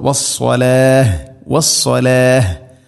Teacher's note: വഖഫ് ചെയ്യുമ്പോൾ നിർത്തുമ്പോൾ വസ്സലാഹ് വസ്സലാഹ്, വസ്സലാത്ത് എന്നല്ല, വസ്സലാത്ത് അങ്ങനെയല്ല, വസ്സലാഹ്. ഹാഇന് സുക്കൂൻ നൽകിക്കൊണ്ടുള്ള വഖഫാണ് വേണ്ടത്